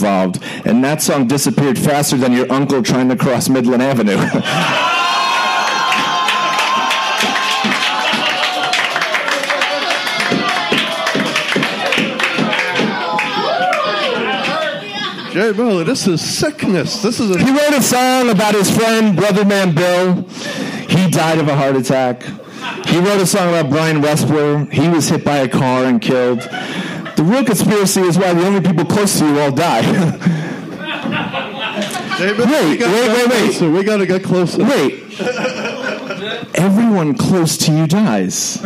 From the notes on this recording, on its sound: Live Show.